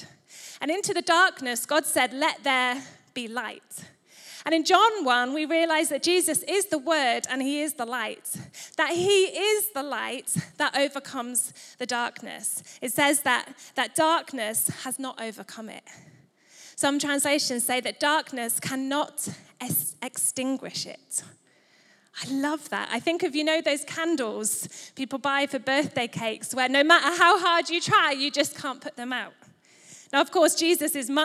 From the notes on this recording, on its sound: Recorded live at Life Church Lancashire.